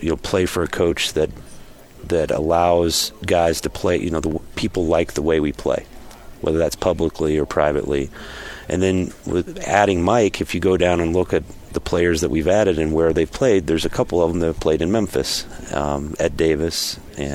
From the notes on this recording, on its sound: live from Utah Jazz Media Day